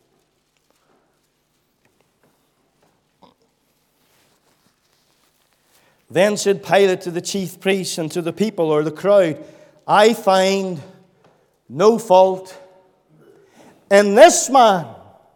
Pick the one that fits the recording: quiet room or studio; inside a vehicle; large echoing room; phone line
large echoing room